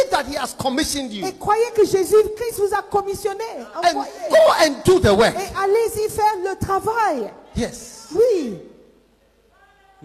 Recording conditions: live audience